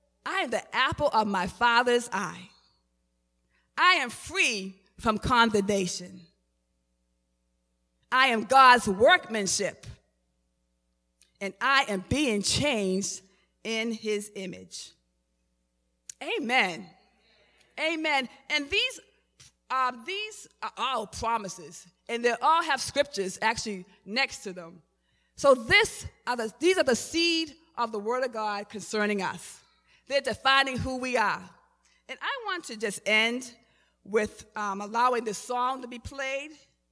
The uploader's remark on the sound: Recorded at the 11:30am Service on 2017-05-14.